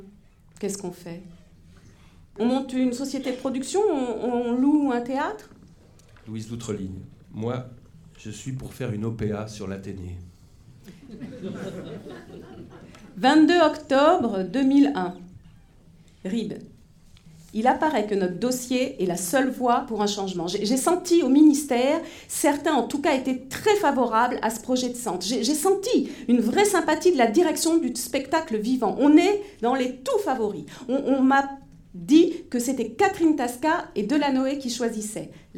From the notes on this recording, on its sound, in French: Enregistr&eacute; dans la salle Tardieu du Th&eacute;&acirc;tre du Rond-Point. Enregistré dans la salle Tardieu du Théâtre du Rond-Point. Lors de la soirée "Question de théâtre, les 10 ans des EAT.